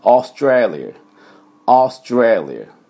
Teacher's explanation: AU はあくまで「おー」です。おう、ではないんですね。 · Term: オーの音